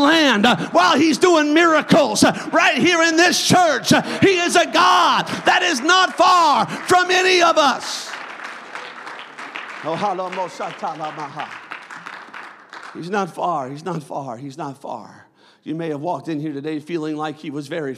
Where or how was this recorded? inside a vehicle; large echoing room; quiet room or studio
large echoing room